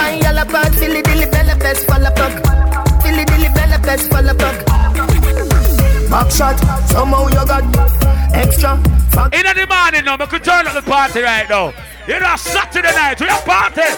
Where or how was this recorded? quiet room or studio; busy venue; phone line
busy venue